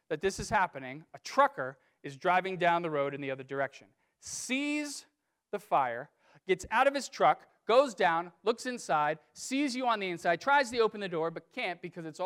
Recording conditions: large echoing room